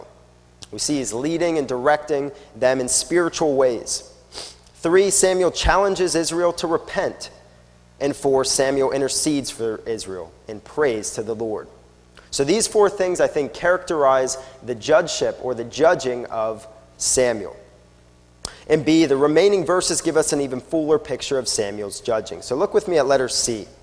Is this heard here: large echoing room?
yes